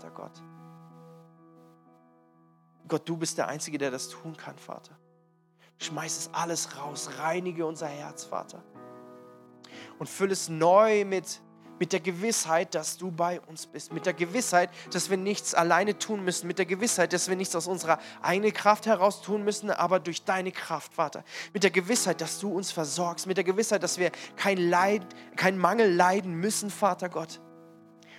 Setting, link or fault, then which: setting, large echoing room